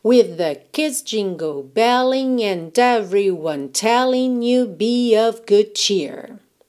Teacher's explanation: o que é interessante é que tudo isso fica muito ligadinho